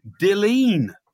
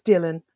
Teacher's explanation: the emphasis is on the first syllable · Shown in: second take · Term: emphasis on the first syllable